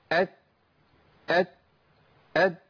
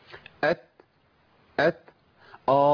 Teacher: التاء صوت محمل بنفس او نفس محمل بصوت بينحبس في مخرج التاء، اللي بيحصل ايه؟ الصوت بينقطع واللي بيمشي النفس · Shown in: second take